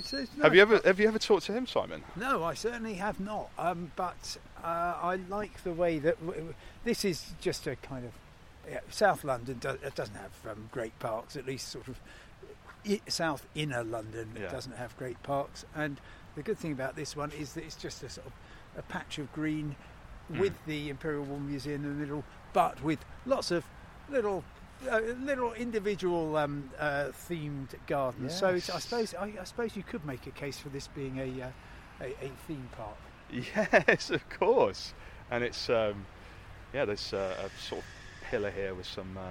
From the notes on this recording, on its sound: Talk in the park outside the Imperial War Museum in London. We saw a Tibetan Peace Garden and a Soviet War Memorial and a section of Berlin Wall!